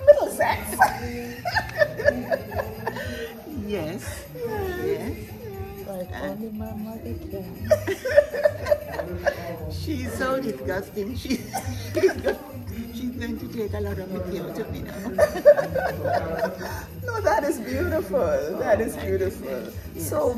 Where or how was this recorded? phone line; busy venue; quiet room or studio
busy venue